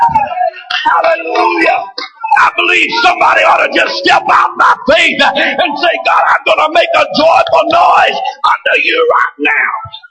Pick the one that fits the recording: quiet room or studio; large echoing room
large echoing room